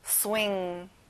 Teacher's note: 끝에 G 발음은 안 나요